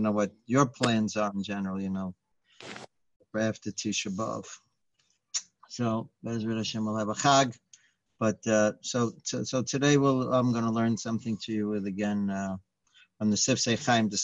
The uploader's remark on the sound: Live On Zoom